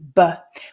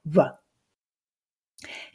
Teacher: closing the lips firmly and that you're really making a plosive sound rather than a fricative where some air is escaping through · Shown in: first take